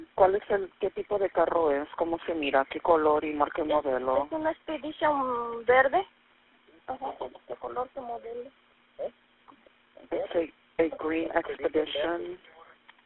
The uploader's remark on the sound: Redacted 911 call. The call came in to the Robeson County Communications Center. The caller was speaking Spanish on the line, and the Robeson County dispatcher requested a Spanish translator to join the call.